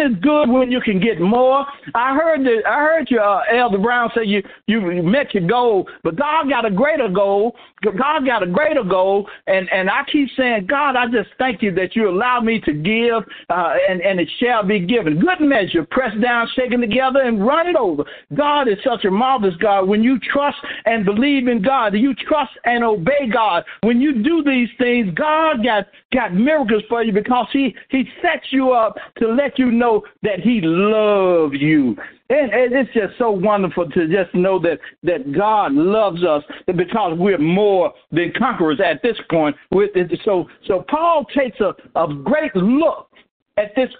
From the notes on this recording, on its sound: New Years' Service Conference Call.